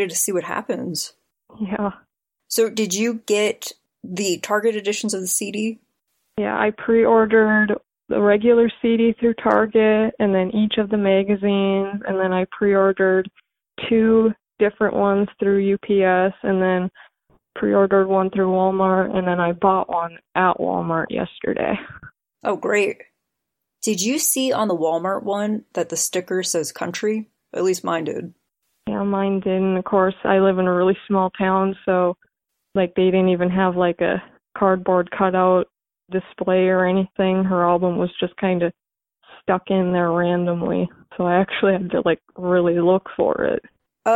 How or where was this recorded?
phone line